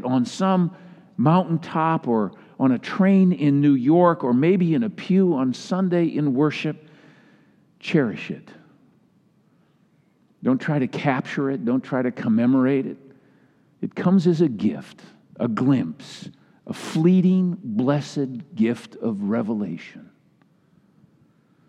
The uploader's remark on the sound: Delivered during the Traditional Worship Service